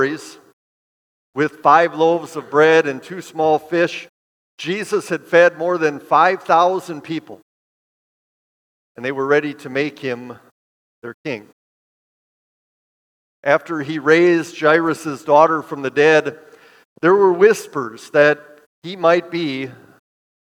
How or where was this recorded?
large echoing room